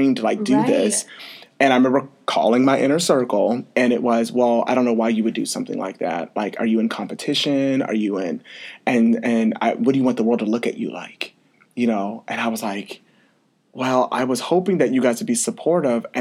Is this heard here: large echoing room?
no